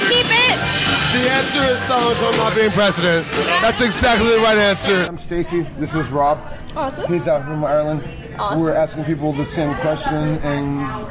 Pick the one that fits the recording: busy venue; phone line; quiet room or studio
busy venue